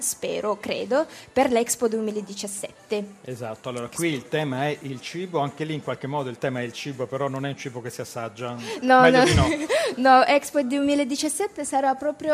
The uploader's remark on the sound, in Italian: In diretta da Expo 2015.